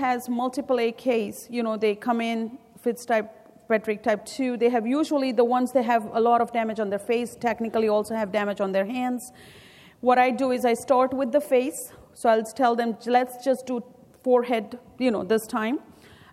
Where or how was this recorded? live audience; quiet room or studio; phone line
live audience